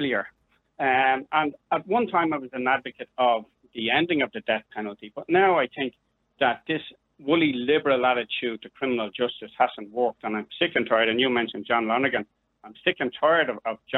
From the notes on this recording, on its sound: Opens the phone lines to callers, giving them the opportunity to voice their thoughts and opinions on the topic.